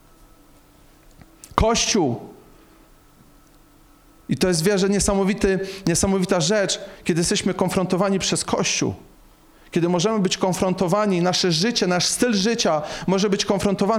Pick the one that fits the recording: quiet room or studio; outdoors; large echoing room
large echoing room